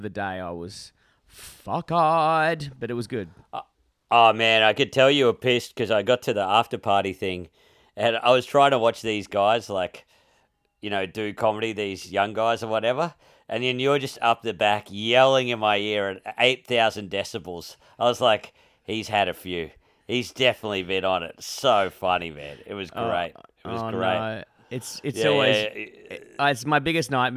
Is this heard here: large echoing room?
no